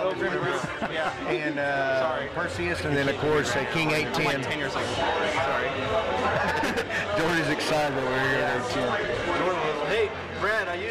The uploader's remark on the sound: On location at the Blue Note. After the interview, enjoy a special recording thanks to the blue note Sound Engineer.